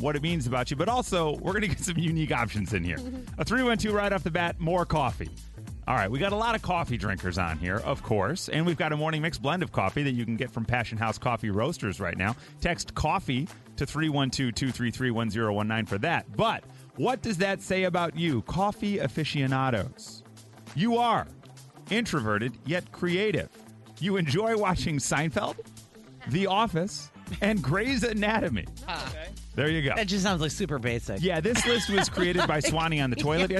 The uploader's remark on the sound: Even an assistant principal called in to the show.